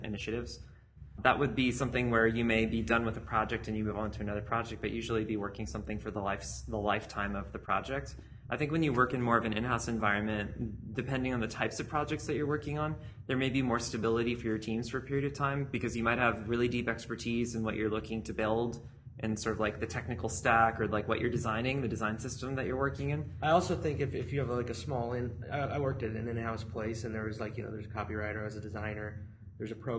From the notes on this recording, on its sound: the six interviews recorded at HOW Design Live in Atlanta